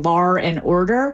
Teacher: The linking R, which is an extra R we find in dialects that typically drop the R, and New York is one of those, British English is another, and that is where you get lar and order.